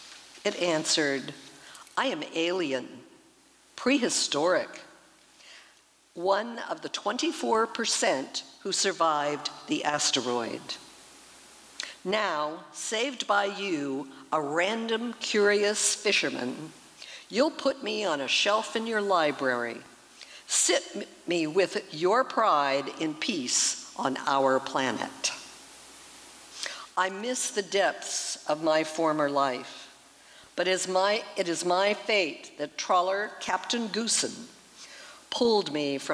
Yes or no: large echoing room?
yes